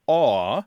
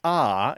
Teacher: the vowel in this word, the first vowel, is more like aw, A-W-E, and less like ah · Shown in: first take · as in A-H.